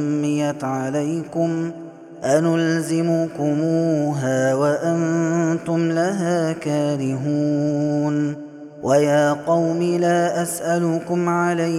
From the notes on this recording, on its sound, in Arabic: هذا التسجيل من صلاة التراويح.